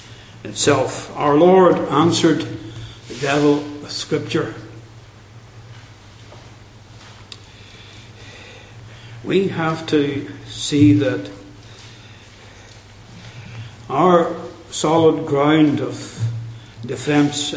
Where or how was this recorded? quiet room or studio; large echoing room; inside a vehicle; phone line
large echoing room